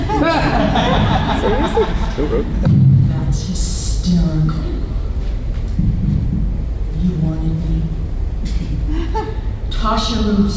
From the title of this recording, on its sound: Panel Gulf Coast Fan Fest 2018